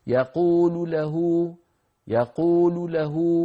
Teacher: الروم هنا في الضمة بصح، الروم هو إبقاء اللام الأولى مضمومة لكن ينخفض صوتها قليلا وتسرع قليلا